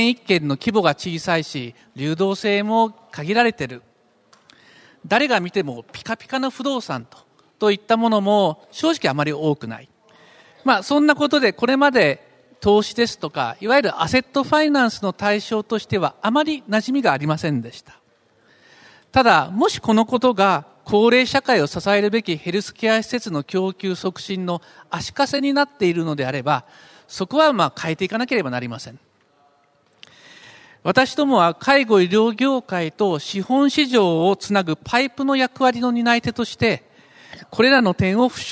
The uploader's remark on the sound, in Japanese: 東京証券取引所で開催した「J-REITファン2016」に登壇した